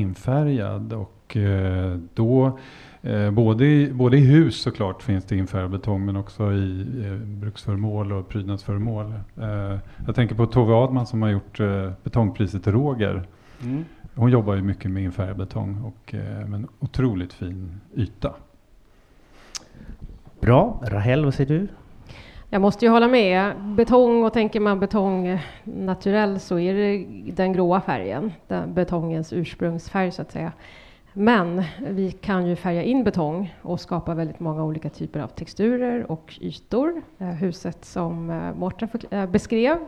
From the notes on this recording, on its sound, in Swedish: BETONGMAFFIAN LIVE FRÅN ALMEDALEN